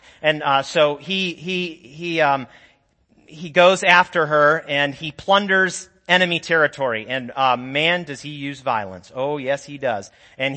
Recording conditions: large echoing room